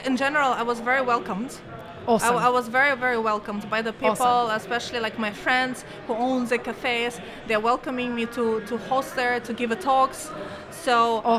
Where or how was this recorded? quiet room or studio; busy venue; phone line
busy venue